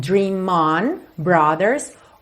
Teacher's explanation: percebe como você liga dream no on